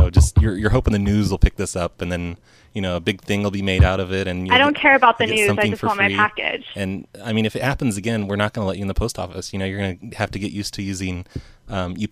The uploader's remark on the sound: Prank Phone Calls.